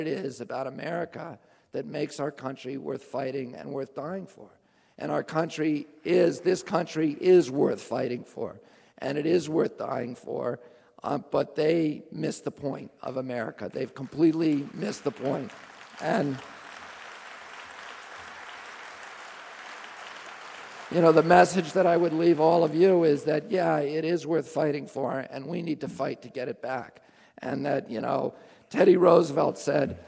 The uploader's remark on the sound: speaks at the Marin Civic Auditorium in San Rafael, CA on March 4, 2005